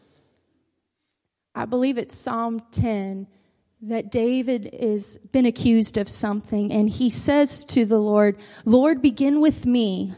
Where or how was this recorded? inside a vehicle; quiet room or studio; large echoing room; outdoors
large echoing room